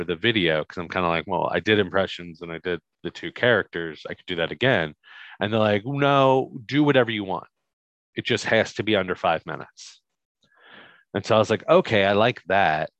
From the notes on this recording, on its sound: This is the original Zoom Audio.